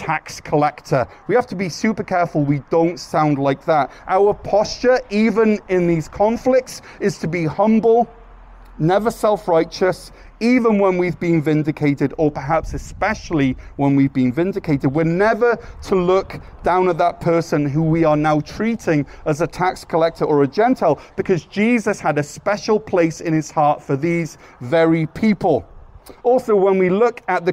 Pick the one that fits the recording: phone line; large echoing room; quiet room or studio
large echoing room